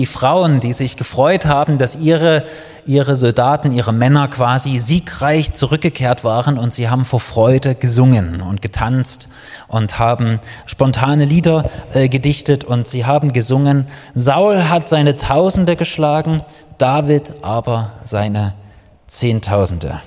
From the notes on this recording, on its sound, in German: Die Predigt ist aus dem Gottesdienst vom 22.